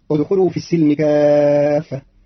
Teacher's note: قرأ قارون كلمة السلم بفتح السين